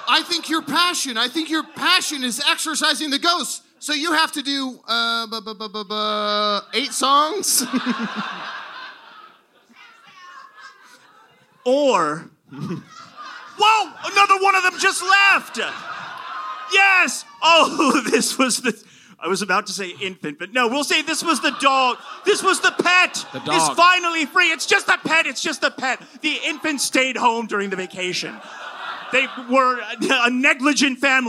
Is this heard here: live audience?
yes